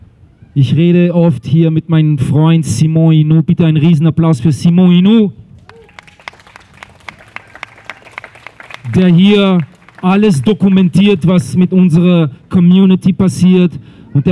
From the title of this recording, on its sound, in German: Ausschnitte aus Kundgebung im Wiener Stadtpark am 15.7.2023